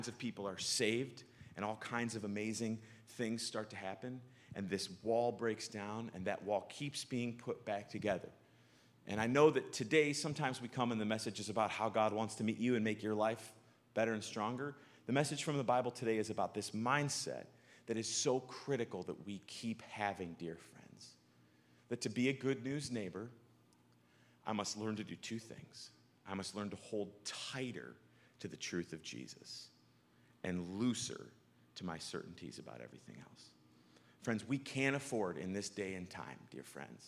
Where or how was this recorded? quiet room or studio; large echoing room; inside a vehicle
large echoing room